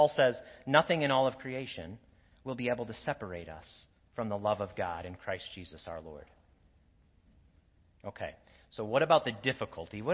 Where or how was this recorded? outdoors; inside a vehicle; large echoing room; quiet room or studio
large echoing room